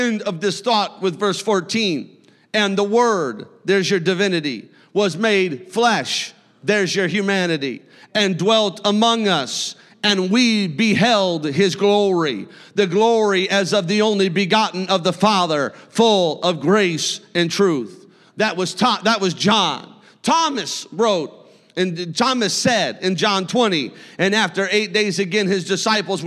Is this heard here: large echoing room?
yes